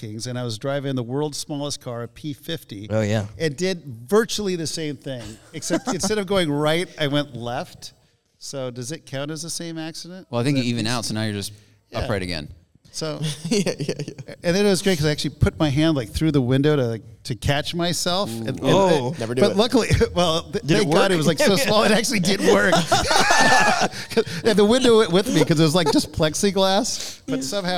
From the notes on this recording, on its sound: THE AUTOPIAN PODCAST AT THE LOS ANGELES AUTO SHOW. As he steps up on stage that's right, we brought a stage to the L.A.A.S. Live studio audience recording. The Autopians are podcasting from the Los Angeles Auto Show, directly from their own Autopian exhibit of cars.